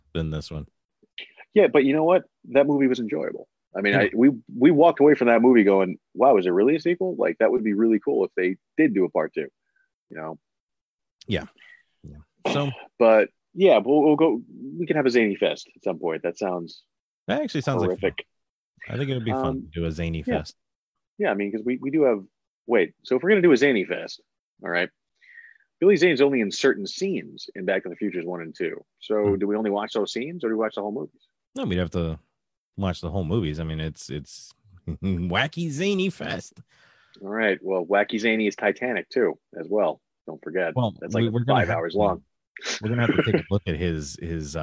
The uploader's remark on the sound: The quality sucks.